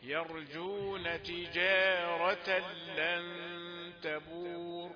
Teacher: الجيم ليست مفخمة تجارة تفخيم في الراء فقط